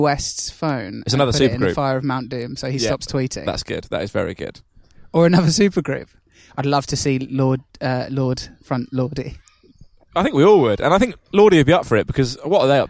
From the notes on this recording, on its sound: Recorded live in London to an audience of pigeons and squirrels at London's Regent Park.